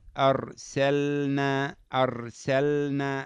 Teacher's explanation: إحدى حافتي اللسان أو كلتاهما مع ما يحاذيه من لثة الأسنان العليا، لثة الأسنان العليا، لثة الضاحكين أو النابين أو الرباعيتين أو الثنيتين من الثنايا، ويخرج منه اللام. · Term: مخرج اللام